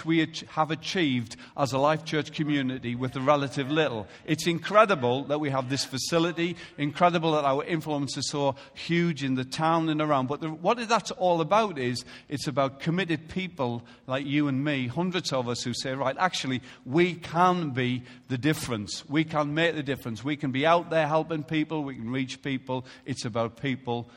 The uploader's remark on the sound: Recorded live at Life Church.